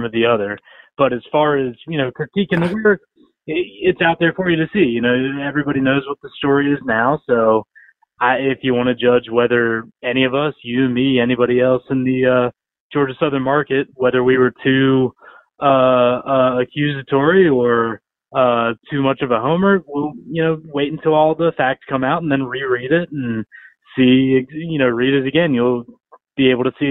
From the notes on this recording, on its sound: Joined over the phone by Statesboro Herald beat writer.